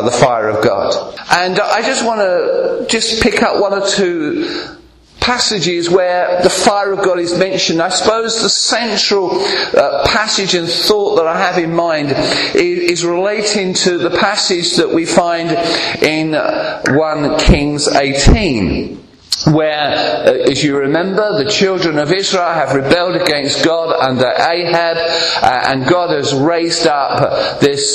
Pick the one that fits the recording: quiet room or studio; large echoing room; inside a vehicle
large echoing room